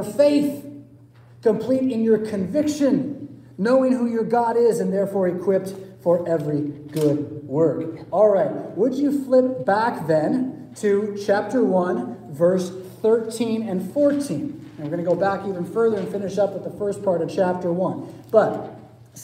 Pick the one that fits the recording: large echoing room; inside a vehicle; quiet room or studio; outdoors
large echoing room